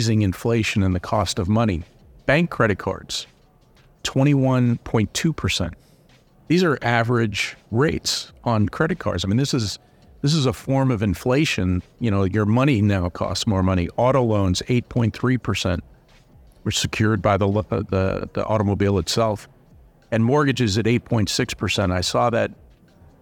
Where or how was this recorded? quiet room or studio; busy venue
busy venue